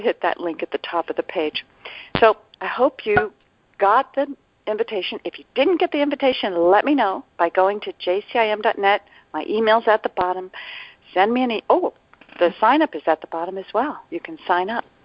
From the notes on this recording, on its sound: ACIM Daily TEXT Conference Call